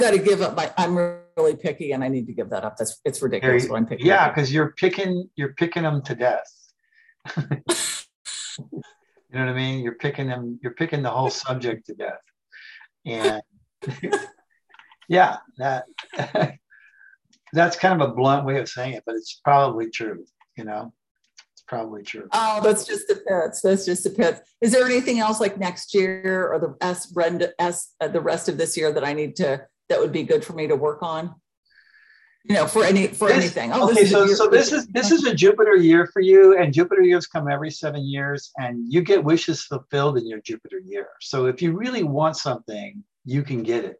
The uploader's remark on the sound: The shows are now all hosted on Zoom.